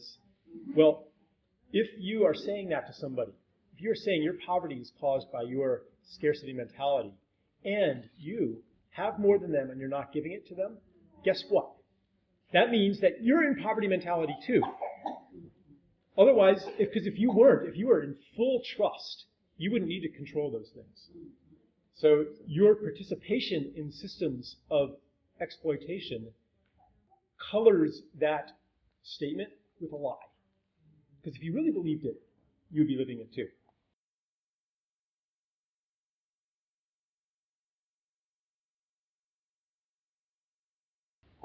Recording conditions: poor sound quality